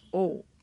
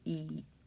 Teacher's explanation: La O es redonda, la I no. O, O, I. Haz la boca con O, sin pronunciar O, y pronuncia I en lugar de O.